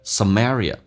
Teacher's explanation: 其实有一个连音。首先 area 这个单词美式发音少了一个 a 叫 area，英式发音叫 area 美式发音叫 area，所以呢首先你要能听懂，第二个就是他们有连音， some 跟 area 用 M 跟 A 进行连音